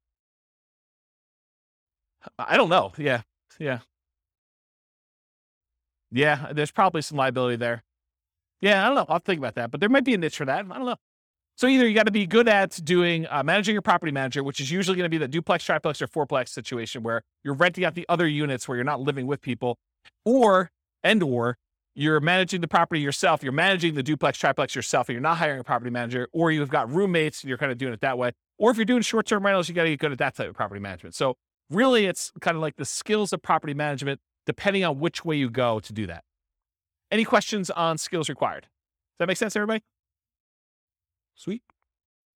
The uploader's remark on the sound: This was a live class recorded